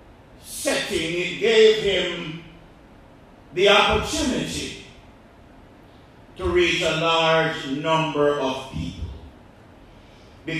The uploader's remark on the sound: This sermon was preached at the Bovoni Baptist Church